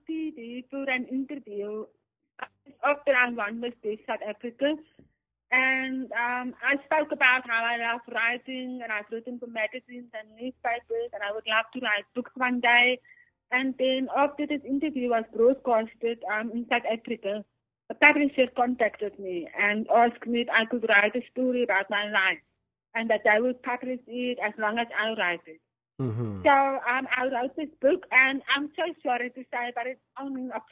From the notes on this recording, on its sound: joined over phone